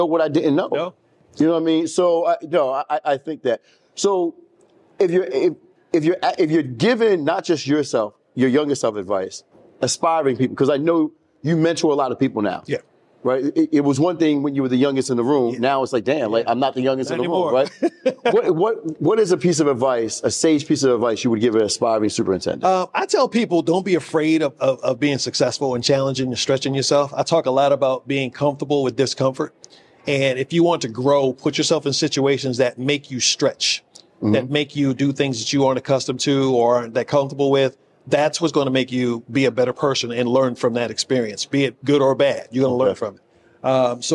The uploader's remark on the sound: Broadcasting live from the prestigious National Alliance of Black School Educators (NABSE) Conference.